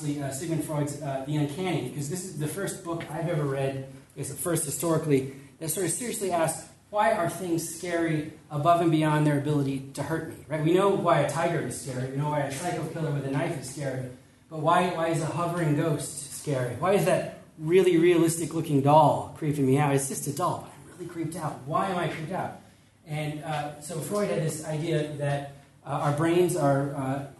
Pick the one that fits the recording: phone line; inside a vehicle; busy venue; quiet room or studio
busy venue